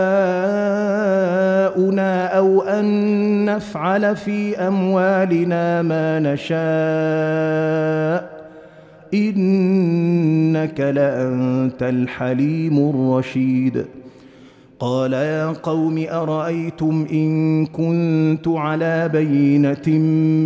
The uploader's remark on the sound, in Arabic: مسجل من صلاة التراويح بمسجد السلام بحي مشرفة.